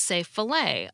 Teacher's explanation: Most of us in the US say filet a lot like French without pronouncing the T.